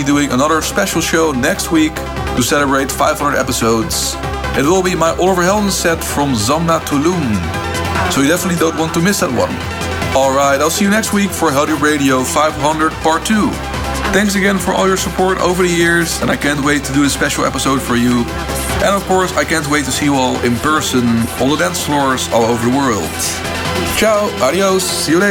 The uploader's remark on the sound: special live sets from ADE 2023 and Zamna Tulum